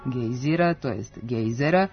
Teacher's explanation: pravilni su oblici sa kratkouzlaznim akcentom na prvom slogu gejzira, to jest gejzera, i sa dugouzlaznim na drugom slogu gejzira, to jest gejzera.